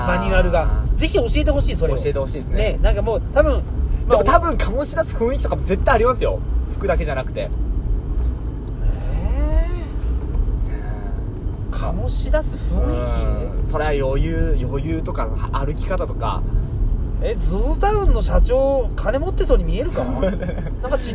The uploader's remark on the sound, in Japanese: いつもの営業車の中で。